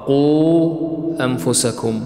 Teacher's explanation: عندنا الواو هنا ساكنة وما قبلها مضموم، فهنا صارت الواو مدية وما بعدها في كلمة أخرى همز · Term: مدا منفصلا